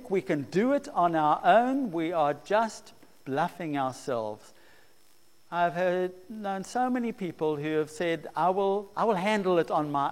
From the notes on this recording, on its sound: preached at St Marks Methodist, Cape Town